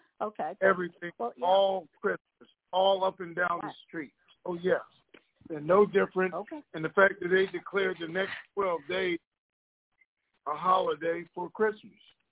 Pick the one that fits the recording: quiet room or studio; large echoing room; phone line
phone line